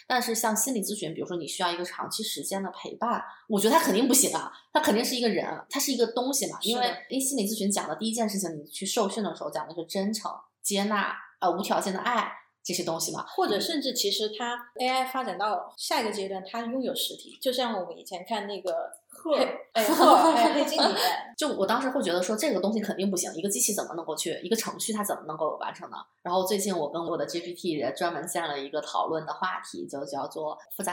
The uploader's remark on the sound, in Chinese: 音质依旧有点飘忽不定，但目前已经斥巨资在改善录音设备了。